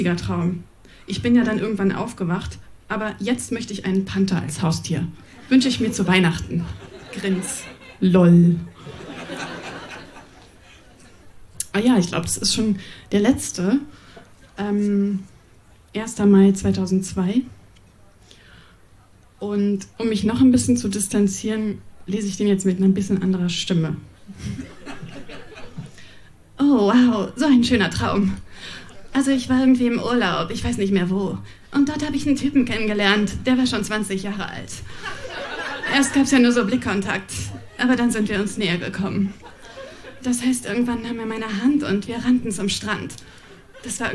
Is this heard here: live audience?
yes